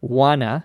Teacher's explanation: Wanna, meaning want to. Wanna, notice there's no T sound in informal English